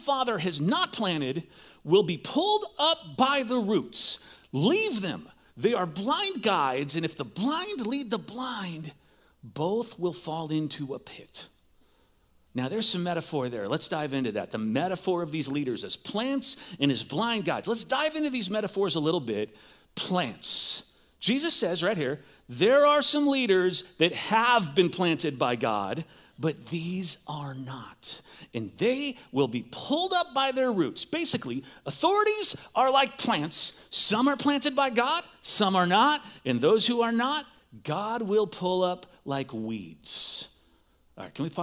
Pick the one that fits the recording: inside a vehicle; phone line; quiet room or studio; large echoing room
large echoing room